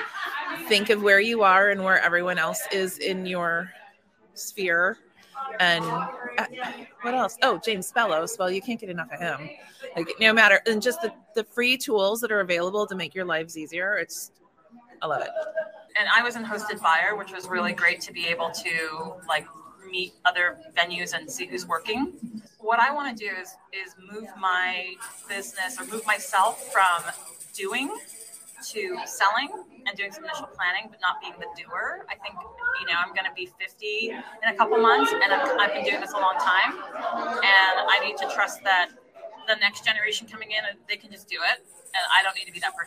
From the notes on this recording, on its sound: In this episode, we're coming to you from the 2023 MPI Cascadia Educational Conference in Blaine Washington. The MPI Cascadia Educational Conference (CEC) is a joint regional conference for the Oregon and Washington State Chapters of Meeting Professionals International.